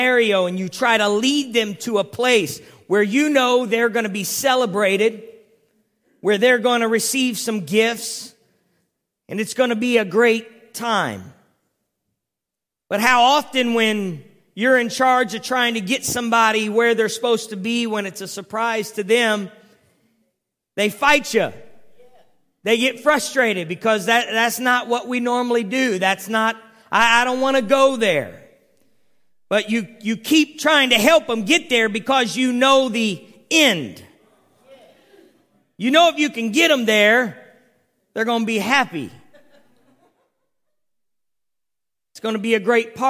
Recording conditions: large echoing room